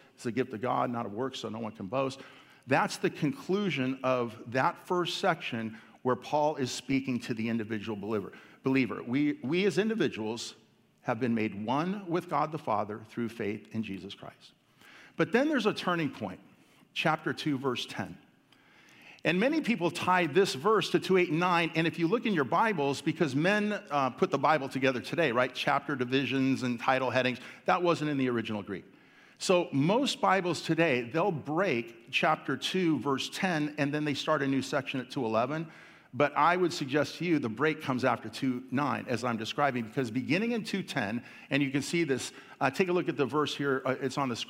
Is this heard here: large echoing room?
yes